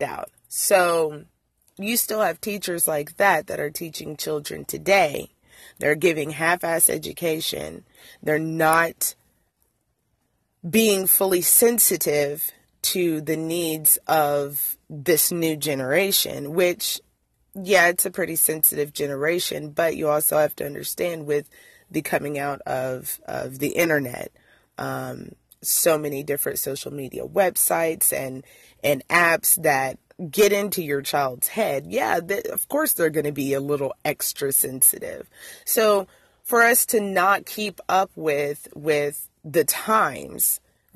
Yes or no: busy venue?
no